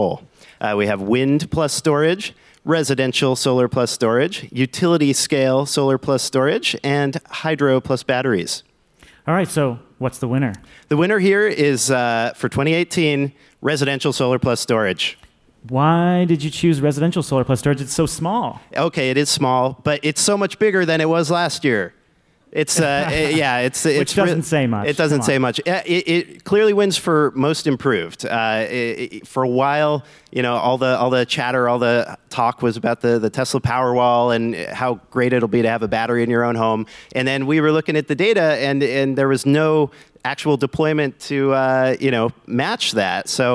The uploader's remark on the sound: This week, we've got a live episode recorded at GTM's storage summit.